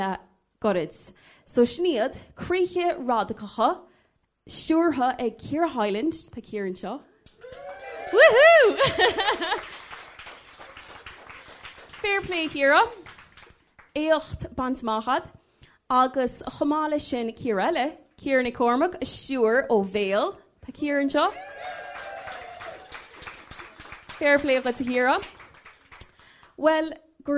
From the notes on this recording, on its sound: WFT and TG4 New Partnership Launch at the Galway Film Fleadh. This live event, which took place in the Pálás cinema.